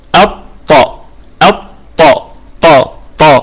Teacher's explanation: الطاء حرف شديد، وهو أشد حرف في حروف اللغة العربية، فلا بد أن ننطق به بشكل صحيح.